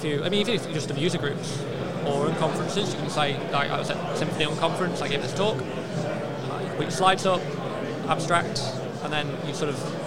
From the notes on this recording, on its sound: The second of three episodes recorded at PHPBenelux 2020.